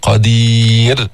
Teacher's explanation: نرقق الراء عند الوقف